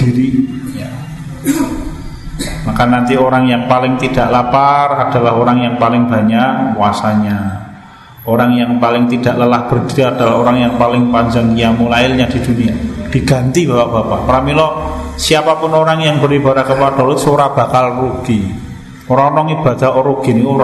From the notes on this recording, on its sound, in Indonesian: Di Masjid Danunegaran, Mantrijeron, Yogyakarta rutin setiap hari Selasa selepas sholat magrib sampai dengan isya yang diselenggarakan oleh FKAM Yogyakarta dan Takmir Masjid Danunegaran.